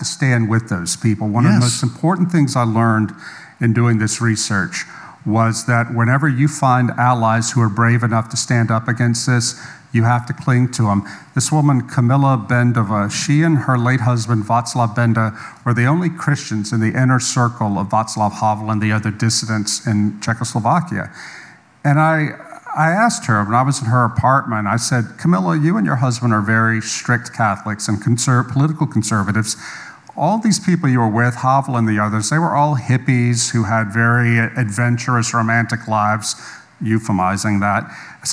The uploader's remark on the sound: live at Conduit Church